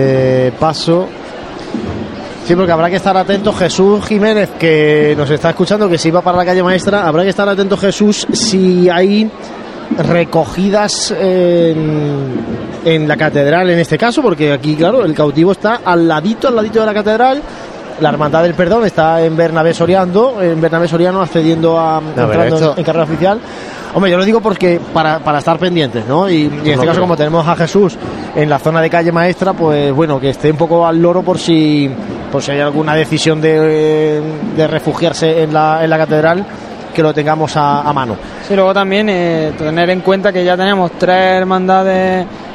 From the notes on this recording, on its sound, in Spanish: Jesús del Perdón, cubierto con plástico, mediada Bernabé Soriano con público ocupando las calles.